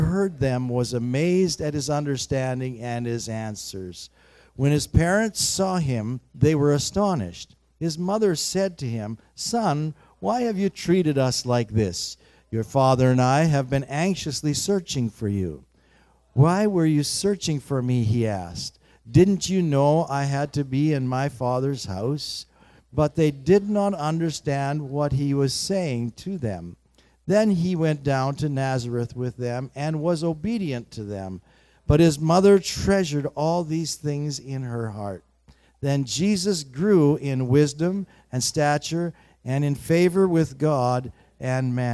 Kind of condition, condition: setting, large echoing room